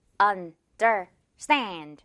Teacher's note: 이렇게 세 번으로 나눠져 있는데 마지막 부분, 이 stand 부분을 강하게 발음을 해주는 거예요.